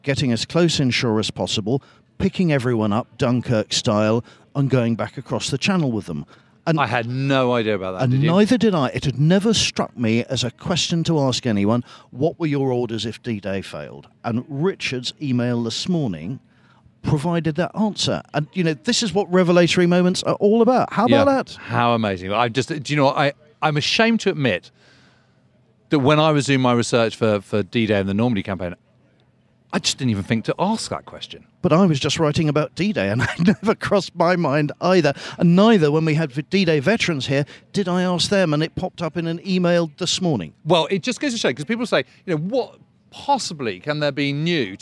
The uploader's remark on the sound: In this bonus episode recorded at Chalke Valley History Festival.